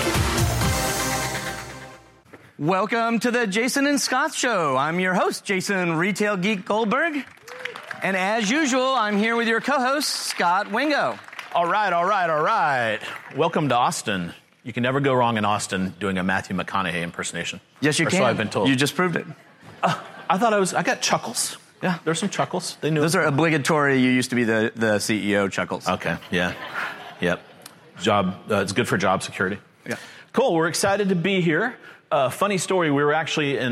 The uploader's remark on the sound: Live show. This is a live presentation from the ChannelAdvisor Connect show in Austin, Texas.